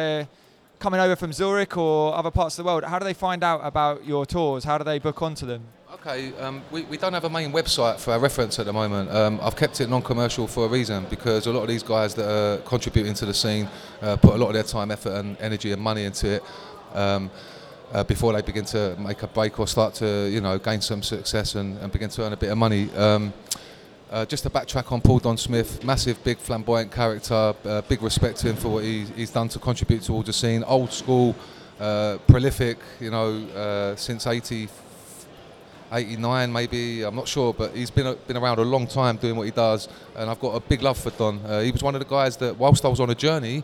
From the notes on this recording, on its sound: The Zurich meets London pop-up event in Borough market saw GDS.FM invite Hoxton.FM stalwarts. To host their shows live from the market.